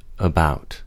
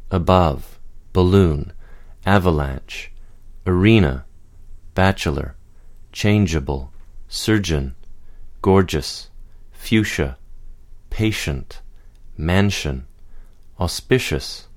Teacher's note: It's a very relaxed sound made in the middle of the mouth. Its symbol is the schwa, a lowercase e that has been turned upside down.